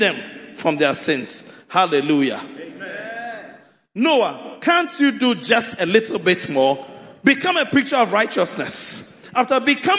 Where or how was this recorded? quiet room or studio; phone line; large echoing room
large echoing room